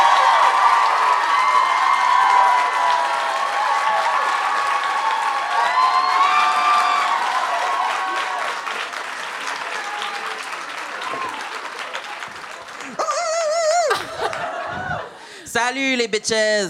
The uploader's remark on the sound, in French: LIVE à Montréal! Se joignent à nous pour des confidences LIVE au Cabaret Lion d'Or de Montréal!